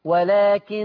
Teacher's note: إنك لسانك ما تشيلهوش وصوت الغنة شغال وإلا هيعمل كده صوت قطع كده ولكن الصوت ده عشان نزعنا لساننا شلنا لساننا والصوت شغال سيب الصوت شغال خلاص وما تشيليش لسانك إلا لما يخلص ولكن وقوم شايل لساني خلاص أكمل بقى ولكن أكثر الناس إلى آخر الآيات.